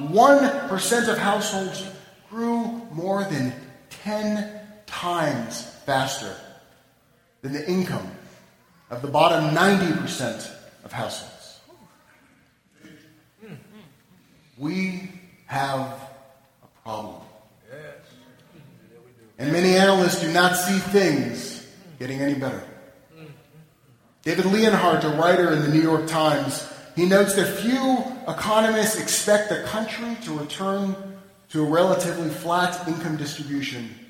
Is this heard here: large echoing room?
yes